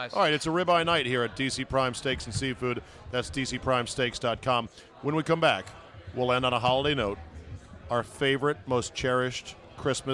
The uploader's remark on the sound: RECORDED LIVE at DC PRIME STEAKS in Ashburn VA.